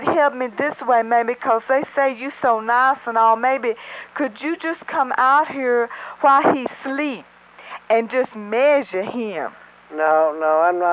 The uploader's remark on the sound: Prank Phone Calls